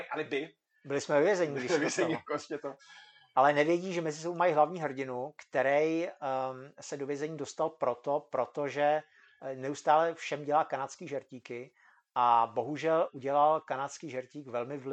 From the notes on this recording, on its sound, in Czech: Omlouváme se za slabší kvalitu zvuku.